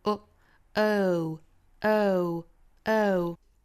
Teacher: 从这个 A 这个中元音过渡到后面那个小小的短音 O O O O 之后再去加一个鼻辅音 · Term: 英式发法